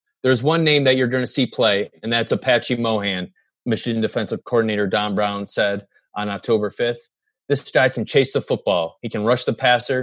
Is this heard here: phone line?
no